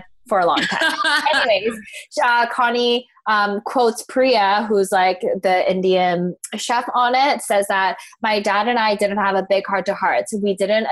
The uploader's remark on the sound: coming to you via our new bff, Zoom